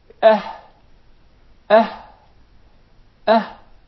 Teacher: the farthest part of the throat is the ha